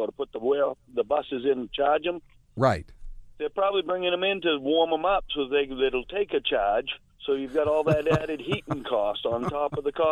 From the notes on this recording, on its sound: The phone lines are flooded with callers